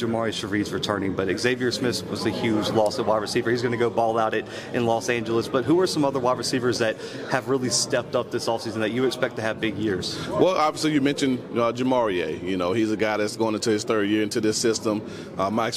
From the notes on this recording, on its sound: live from SWAC Media Day in Birmingham, Alabama